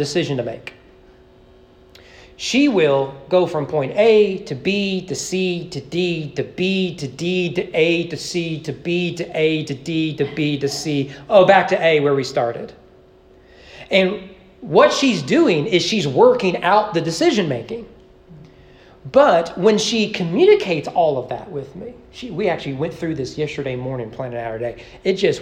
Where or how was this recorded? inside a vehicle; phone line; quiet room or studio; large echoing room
large echoing room